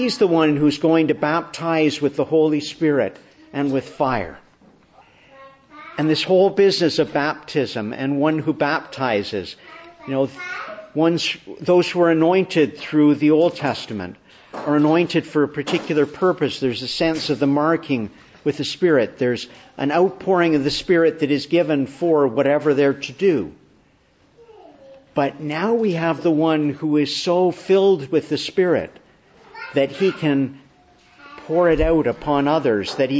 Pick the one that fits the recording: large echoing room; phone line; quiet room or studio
large echoing room